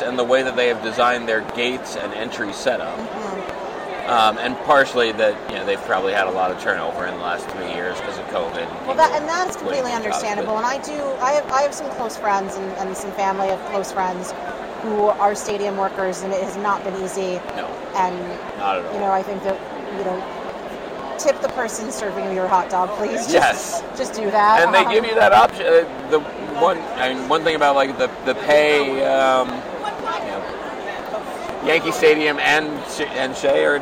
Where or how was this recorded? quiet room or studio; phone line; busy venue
busy venue